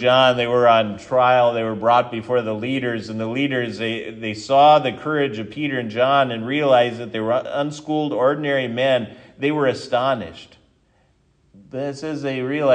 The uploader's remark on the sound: This sermon was given at Triumph Lutheran Church, Ferndale, Washington